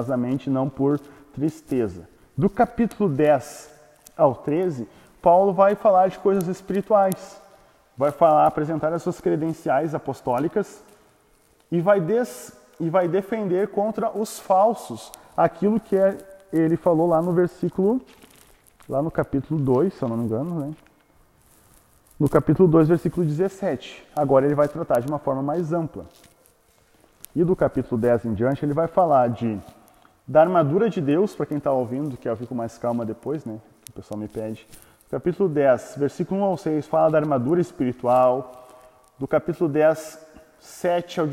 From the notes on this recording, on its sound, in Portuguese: Áudio não editado extraído do Imersão presencial do dia 10/08/2021.